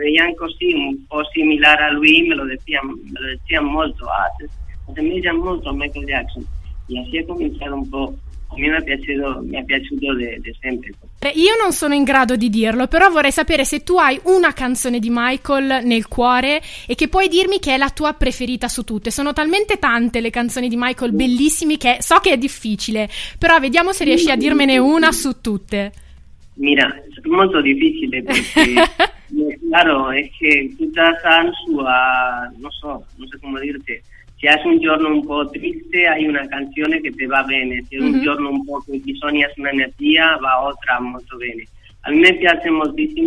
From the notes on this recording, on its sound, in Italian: Ha chiacchierato al telefono in diretta con me durante il POPtime.